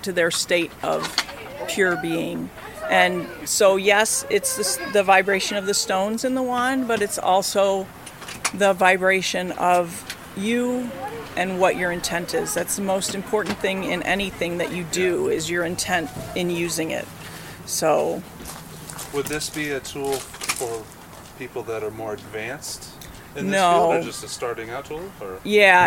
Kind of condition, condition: setting, busy venue